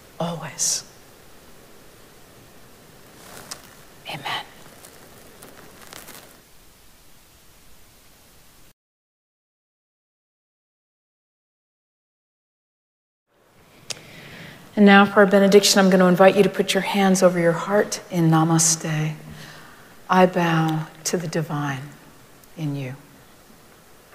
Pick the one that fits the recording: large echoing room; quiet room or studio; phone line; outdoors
large echoing room